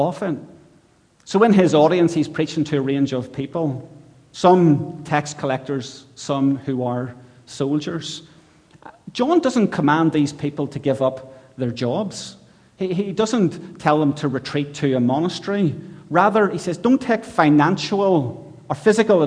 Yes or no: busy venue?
no